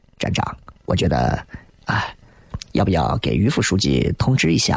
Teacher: 喉头震颤的那种气泡音